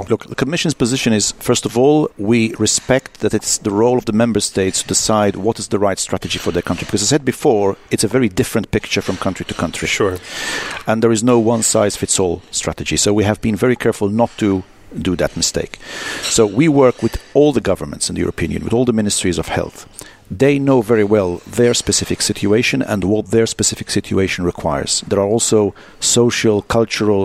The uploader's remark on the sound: Our Vital Health Podcast was recorded at the final event of the Innovative Medicine’s Initiative’s ADVANCE project.